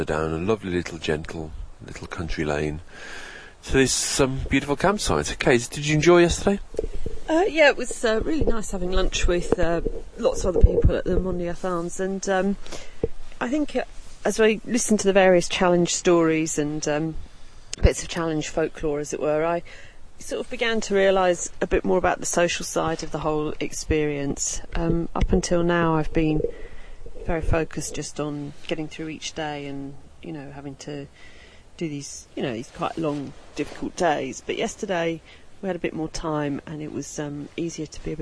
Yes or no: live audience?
no